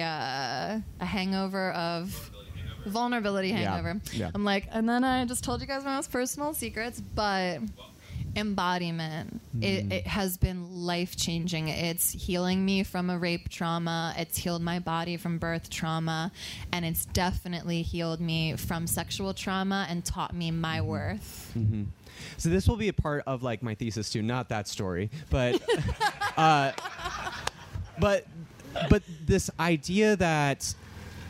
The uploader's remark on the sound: live at the 2021 Wild Goose Festival